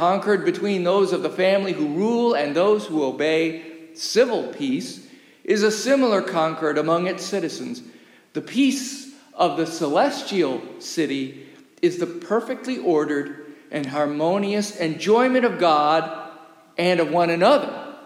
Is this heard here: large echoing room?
yes